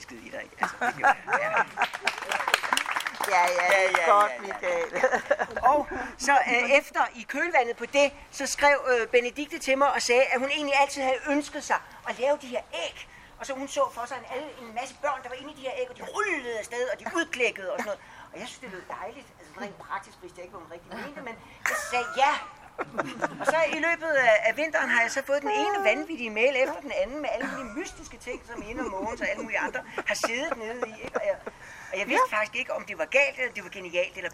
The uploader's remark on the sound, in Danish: Sådan gik det til festivalafslutningen hos Dansk PEN på Christianshavn. Live-optagelsen fra festivalafslutningen i gårdhaven ved Dansk PEN på Christianshavn.